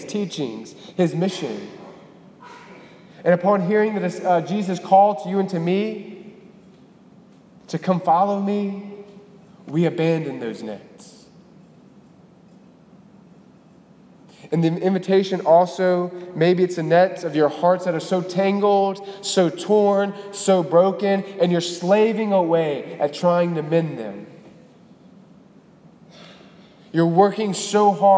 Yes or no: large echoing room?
yes